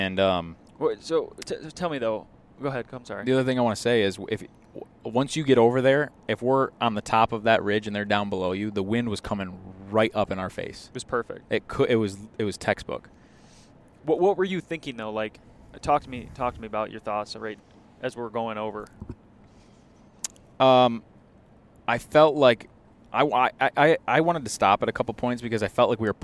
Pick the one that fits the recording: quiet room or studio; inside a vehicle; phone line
inside a vehicle